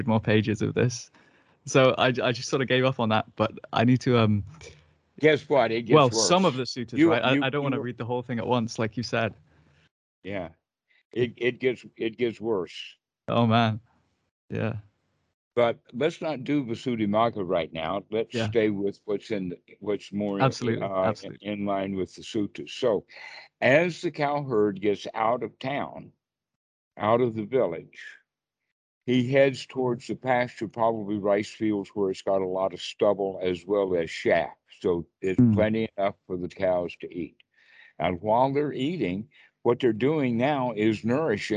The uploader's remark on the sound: skype calls on this channel